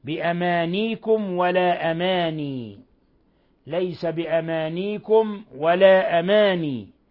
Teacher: قرأ أبو جعفر بتخفيف الياء ساكنة فيهما